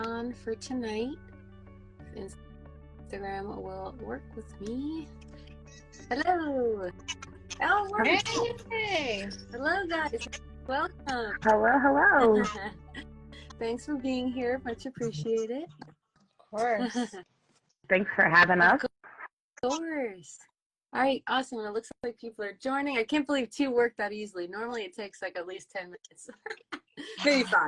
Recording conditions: video call